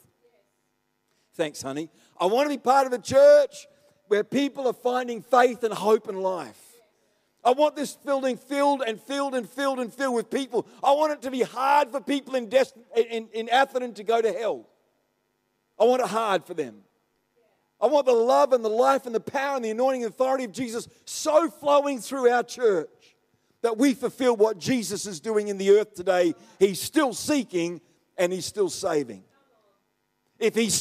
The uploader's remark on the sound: The live stream of Destiny Church Atherton